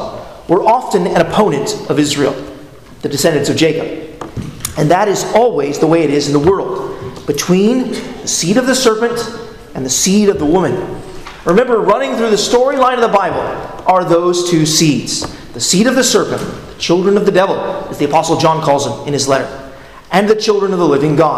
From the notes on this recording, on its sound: at Arlington Baptist Church in Arlington, Virginia